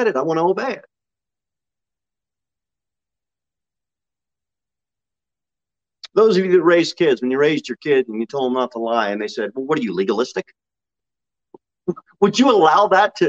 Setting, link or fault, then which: setting, large echoing room